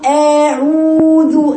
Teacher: انت حولت الحروف الهمزة المفتوحة إلى مد · Term: مبالغة